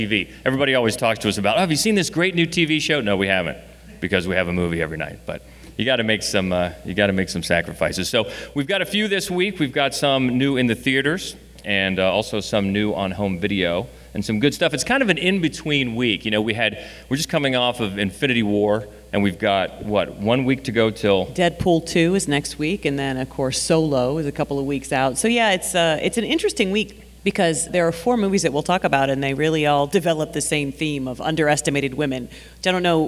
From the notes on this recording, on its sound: Recorded live at the Columbus Podcast Festival.